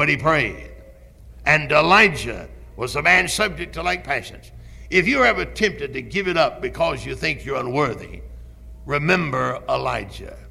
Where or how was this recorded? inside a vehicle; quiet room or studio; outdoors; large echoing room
large echoing room